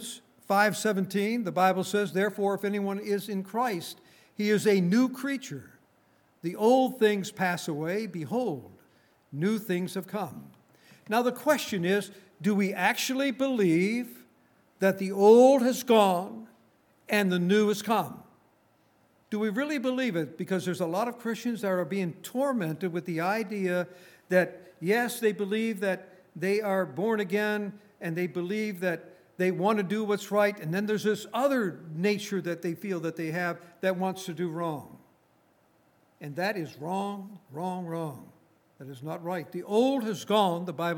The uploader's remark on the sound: Recorded on January 27, 2019, at Grace Bible Fellowship in Front Royal, VA.